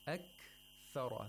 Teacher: The kaf was pronounced with the clicking sound. And without qalqala. Without qalqala.